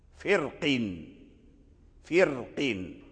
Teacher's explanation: فسبب التفخيم هو حرف الاستعلاء القاف، وسبب الترقيق هو أن هذا القاف مكسور أي لحقه الكسر، والكسر يطلب الترقيق